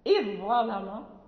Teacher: الظاء المعجمة كذلك إذا جاءت بعد الذال إذ ظلم لابد من إدغامها